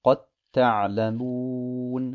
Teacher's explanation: das Dal wird in das Ta verschmolzen und deswegen heißt es Qad ta'lamun.